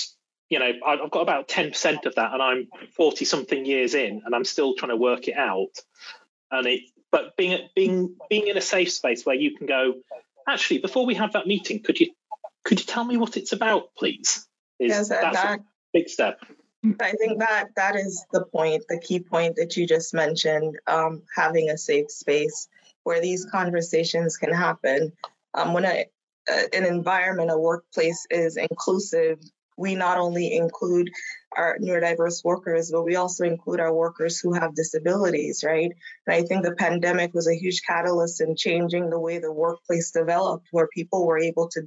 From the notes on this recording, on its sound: CREST recently hosted a webinar about neurodiversity in the technical security workplace.